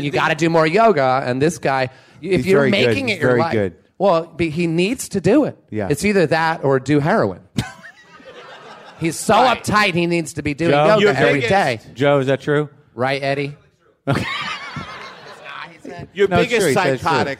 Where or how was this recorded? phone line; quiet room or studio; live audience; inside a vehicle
live audience